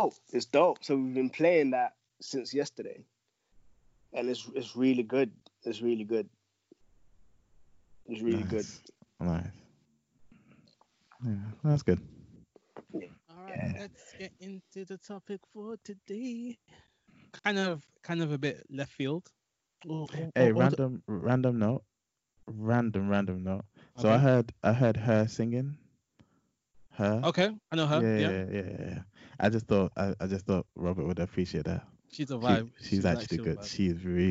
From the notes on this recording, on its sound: Full furnace on nigh full lockdown again this week bringing you another episode via the magic of skype.